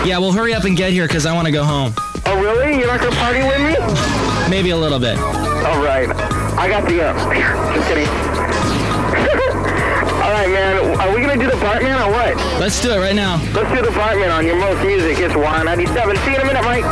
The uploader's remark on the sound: podcasts live from Café Anyway